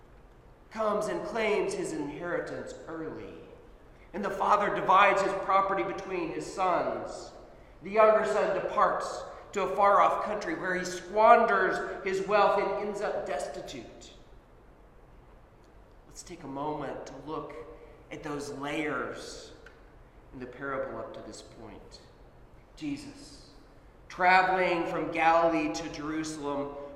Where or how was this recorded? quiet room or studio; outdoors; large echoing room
large echoing room